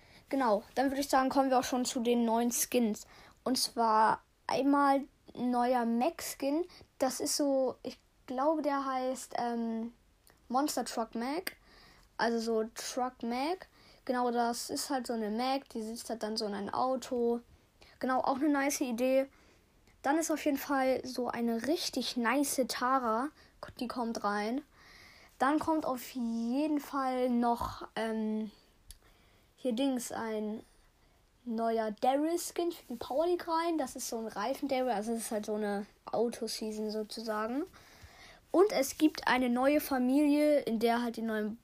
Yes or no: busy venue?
no